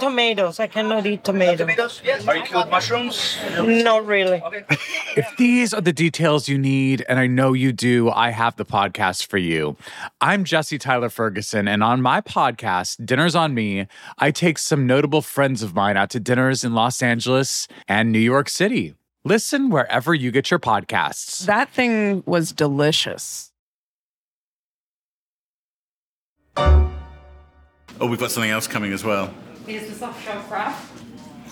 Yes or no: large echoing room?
no